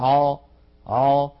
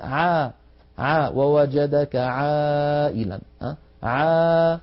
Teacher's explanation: فلذلك علماء اعتبروا العين حرفا بين الرخو والشديد، لا ينحبس الصوت انحباسا تاما عنده ولا يجري جريانا كاملا. والعين حرف مستفل لأنها ليست من حروف سكت من حروف خص ضغط قض، فالعين مستفلة فلا تفخمها العرب · Shown in: second take · يعني لا يصح أن نقول عا لابد أن نقول عا ووجدك عائلا عا مرققة.